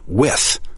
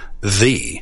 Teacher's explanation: you can count the unvoiced TH sound in with as a different phoneme than the voiced TH in the